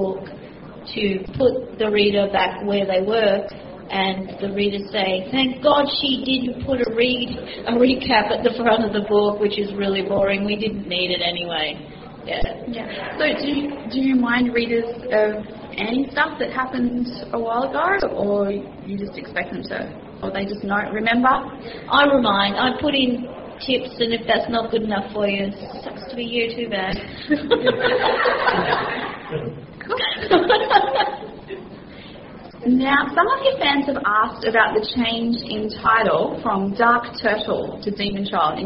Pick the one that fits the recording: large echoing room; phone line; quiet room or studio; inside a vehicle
large echoing room